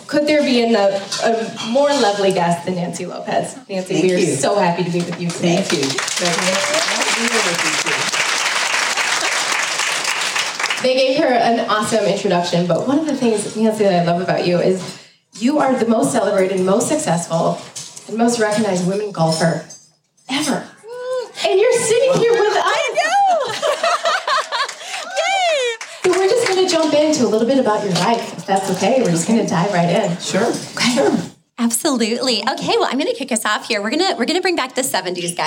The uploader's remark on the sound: A special live show recorded during Women’s Day at The 2022 Sanford International Golf Tournament! There isn’t a dry eye in the room. The entire room agrees. Please note the audio quality of this episode reflects the uniqueness of recording a live show outside of our usual studio.